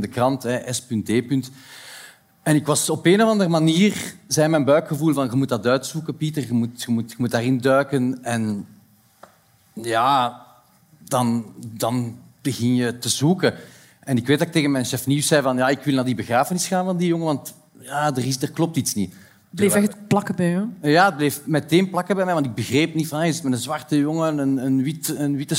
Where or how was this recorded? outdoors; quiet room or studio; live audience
live audience